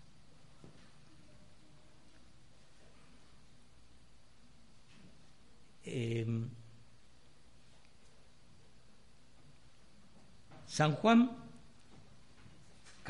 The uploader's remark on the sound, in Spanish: Grabado el 28-02-2016 en la Iglesia Del Camino